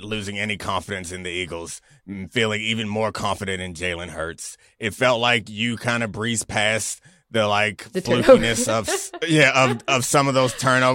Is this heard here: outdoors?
no